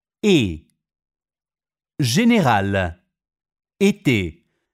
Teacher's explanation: La lettera E si pronuncia in vari modi. E con accento acuto si pronuncia chiusa.